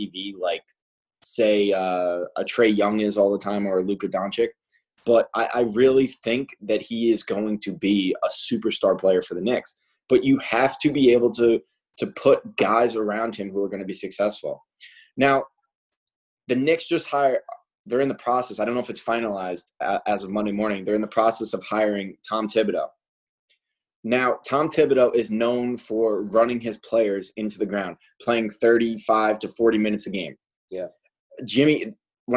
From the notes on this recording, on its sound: In this first-ever episode on Zoom